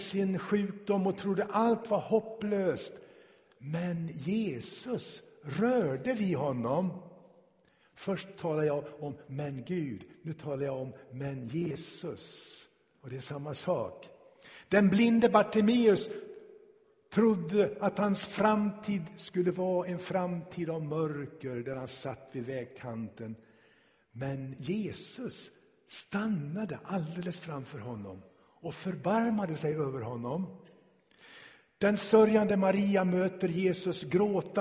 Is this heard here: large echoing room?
yes